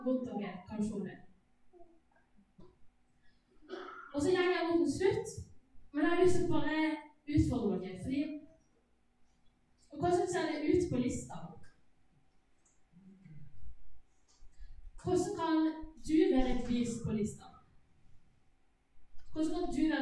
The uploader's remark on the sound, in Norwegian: Beklager, dårlig lydkvalitet.